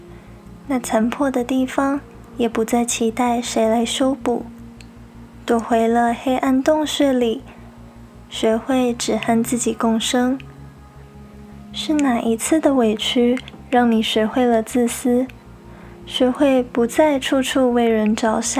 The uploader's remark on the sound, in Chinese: 因為錄音環境的緣故，錄音的品質並沒有太理想，雜音有點多，還請大家多多包容。